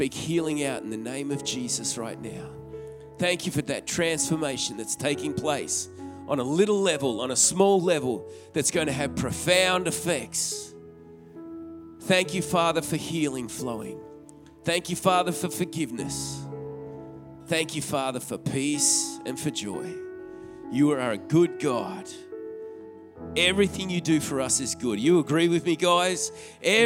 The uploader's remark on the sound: This message was recorded on 24/01/2021 during the 11am service.